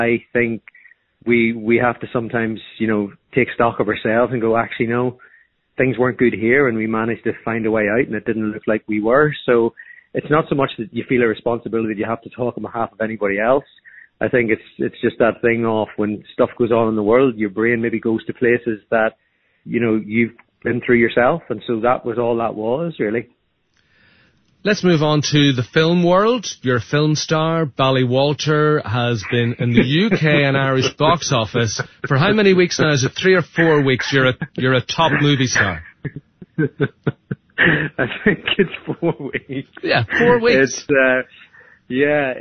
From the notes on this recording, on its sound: on the Phone-In